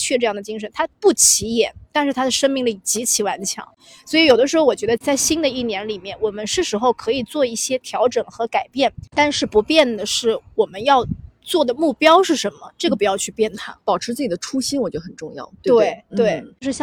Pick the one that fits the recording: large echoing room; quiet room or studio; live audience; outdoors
outdoors